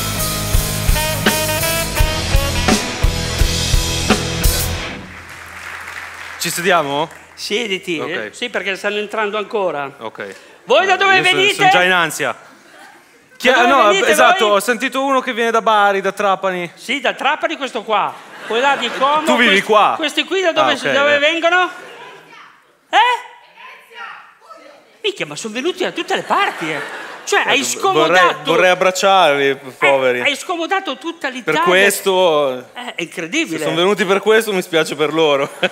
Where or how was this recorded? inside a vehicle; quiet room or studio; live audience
live audience